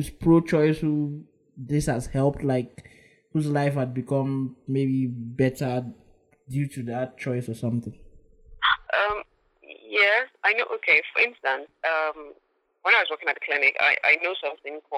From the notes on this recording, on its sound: An episode with my first phone guest